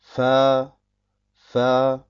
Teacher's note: Man sagt also fa, fa, vorher waren die untere Lippe und die obere Schneidezähne in Kontakt, dann haben sie sich voneinander entfernt